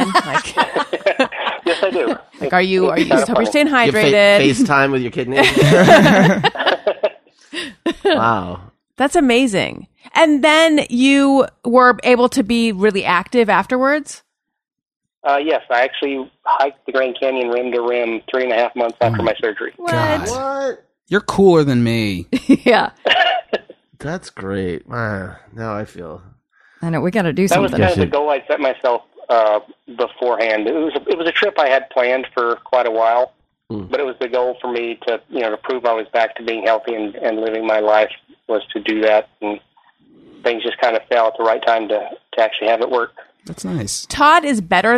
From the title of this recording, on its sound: Fan Phone Call